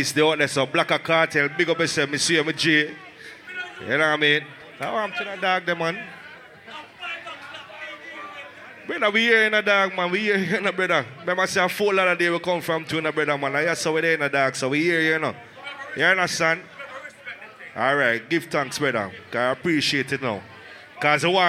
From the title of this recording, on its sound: Fever Fridays - Port St. Lucie, FL 9/2/22 (LIVE AUDIO)